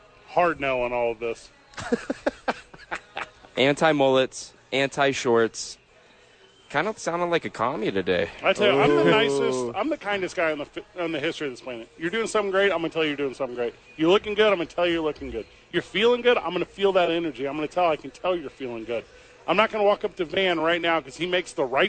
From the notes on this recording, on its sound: live from Isotopes Park!